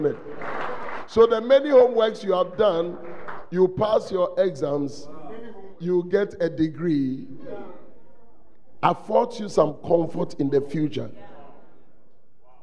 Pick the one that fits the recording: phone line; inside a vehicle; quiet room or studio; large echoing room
large echoing room